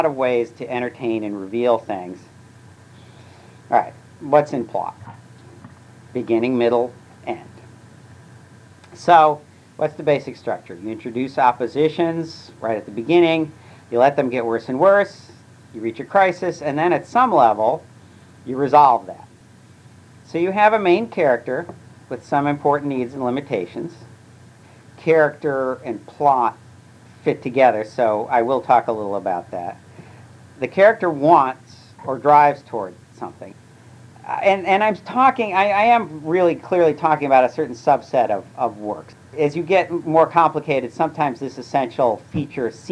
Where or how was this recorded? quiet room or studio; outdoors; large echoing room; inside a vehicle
large echoing room